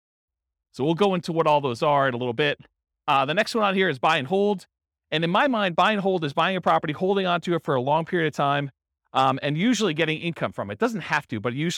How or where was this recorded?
live audience